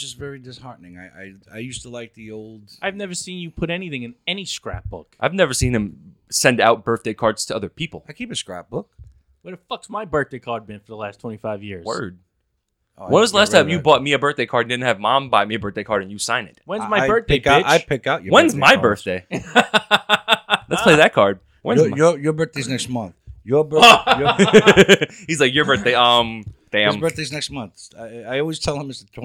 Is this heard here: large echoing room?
no